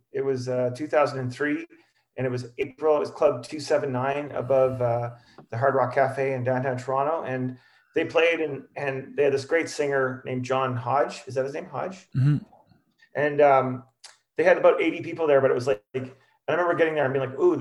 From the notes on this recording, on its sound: We had some of our biggest fans interview us!